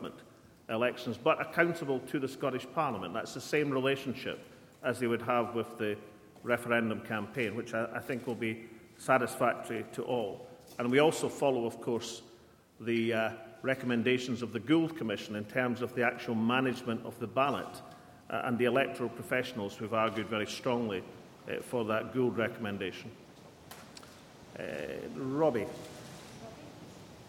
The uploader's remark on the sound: press conference at Edinburgh Castle